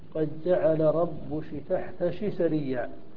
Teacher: وهي إبدال كاف المؤنث المتطرفة شينا أو إبدالها حرفا بين الشين والكاف · Term: كشكشة تميم